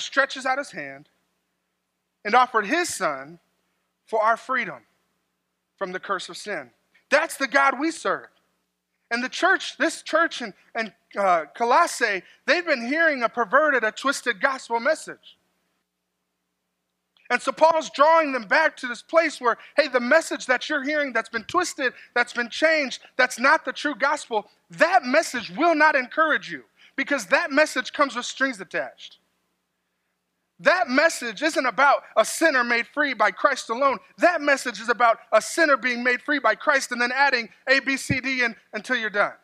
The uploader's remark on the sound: This sermon was delivered on March 3rd, 2024 at Grace Church in Granger, Indiana.